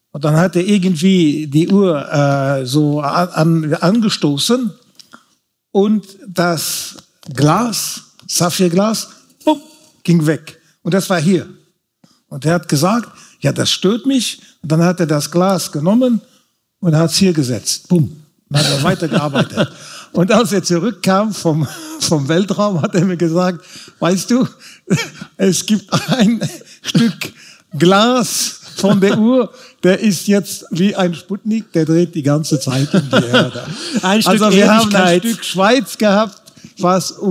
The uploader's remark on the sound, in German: vor Publikum aufgezeichnet.